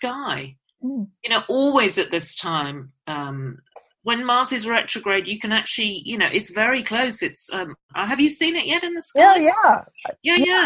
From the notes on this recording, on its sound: We're still recording our podcast over zoom from Oxford and Guildford so please excuse a few little glitches.